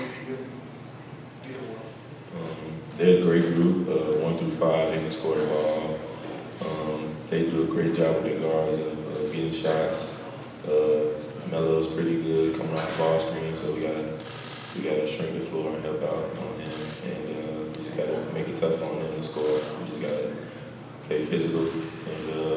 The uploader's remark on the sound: Press Conferences & Post-Game Interviews